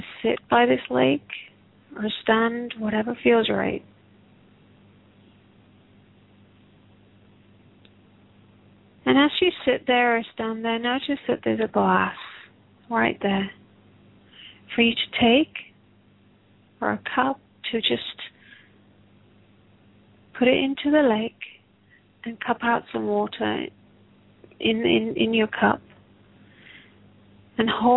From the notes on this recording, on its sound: Takes your calls for healing live today!